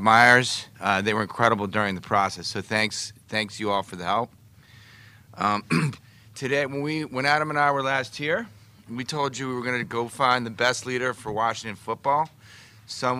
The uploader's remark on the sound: Intro Presser LIVE From Ashburn